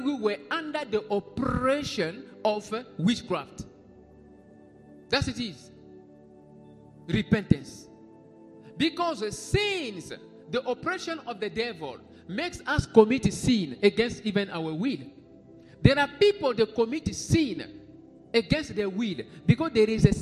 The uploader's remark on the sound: Sunday Live Service - Service Dominical en Direct